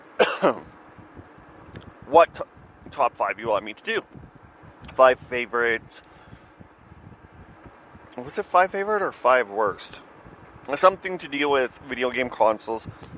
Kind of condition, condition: fault, sounds in the background